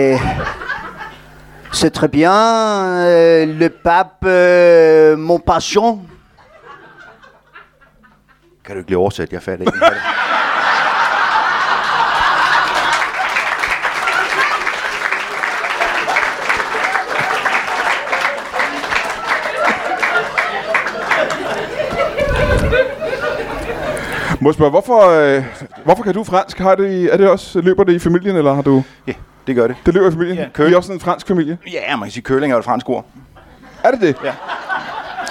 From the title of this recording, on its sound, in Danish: LIVE fra Tobbers i Kolding